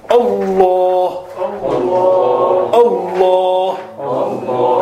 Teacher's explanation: So it's not just opening the mouth, but also the tongue, the back portion has to rise towards the palate to give this fullness.